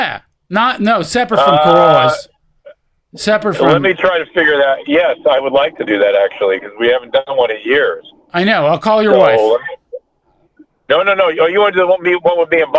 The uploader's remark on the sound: calls in live